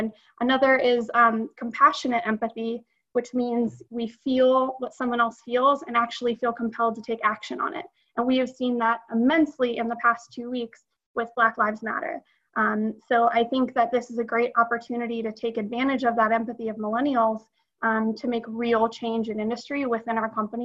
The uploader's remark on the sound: Webinar recorded on June 10, 2020.